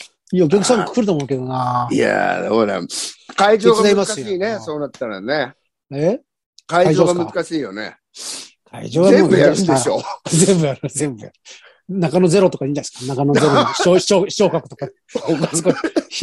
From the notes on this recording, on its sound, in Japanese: ZOOMで収録